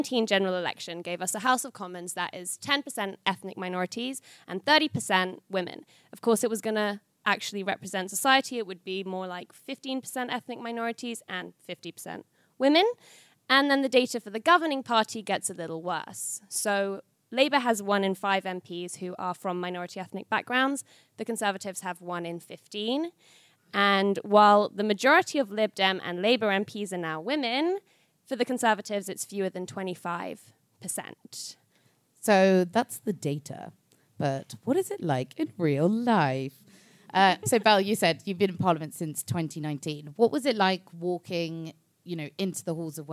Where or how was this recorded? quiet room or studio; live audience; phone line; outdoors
live audience